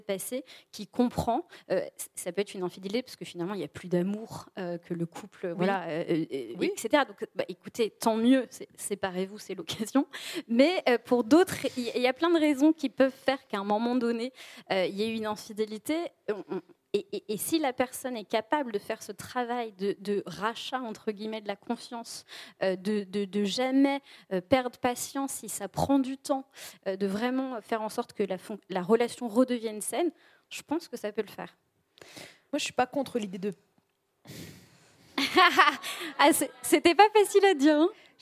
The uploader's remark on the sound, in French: EN LIVE SUR SCÈNE